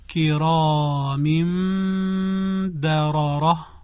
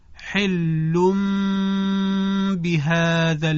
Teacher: یعنی تنوین یا نون ساکنه تبدیل میشه به حرف میم · Term: اقلاب